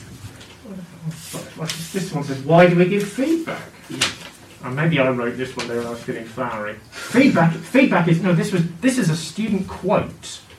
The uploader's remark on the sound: We're aware the audio isn't ideal